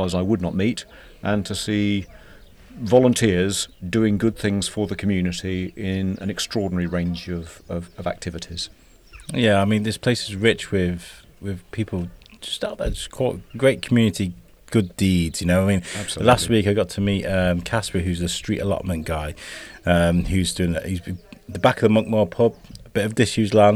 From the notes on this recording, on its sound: Coming to you from outside The Royal Hill Pub in Edgerely on a bright, sunny day